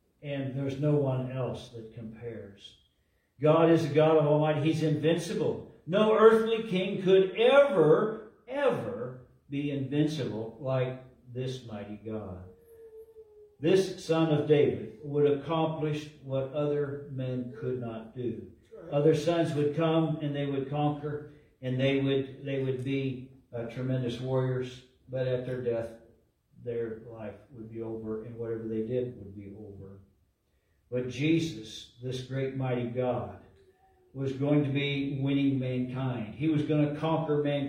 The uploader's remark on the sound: LIVE from Calvary